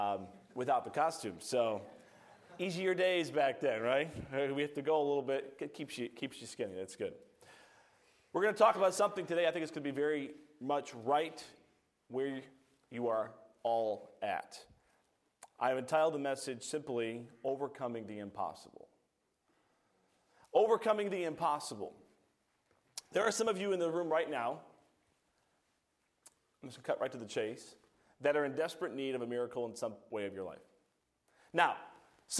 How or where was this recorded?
large echoing room